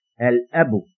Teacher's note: Note, whenever a word begins with one of these 14 letters and the definite article L is prefixed to the word, the lamb of the definite article L retains its sukun sign, and consequently it is being pronounced. This lam of the definite article is called al-lamul qamariyya, which is being pronounced.